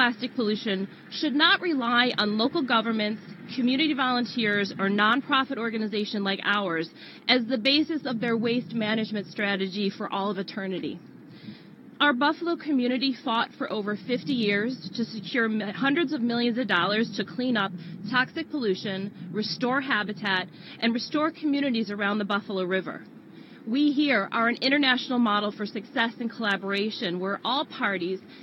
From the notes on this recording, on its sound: From the press conference announcing the lawsuit.